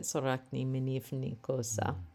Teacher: I loved how those vowels dropped out and we get sorakni minivni kosa.